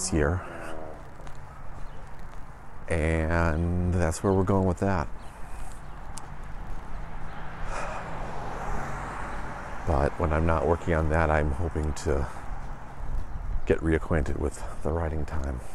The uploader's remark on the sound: The Meander heads outside today